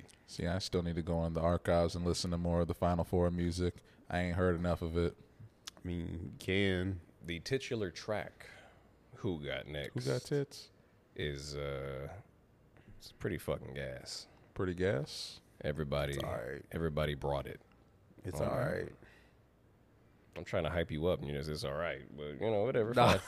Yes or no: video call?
no